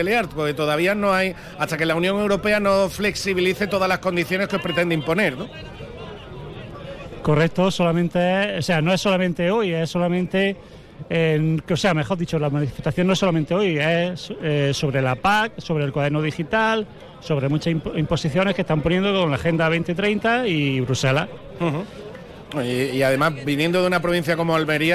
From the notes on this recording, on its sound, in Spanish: Conexión en directo desde la protesta de agricultores en el Acceso Norte al Puerto de Algeciras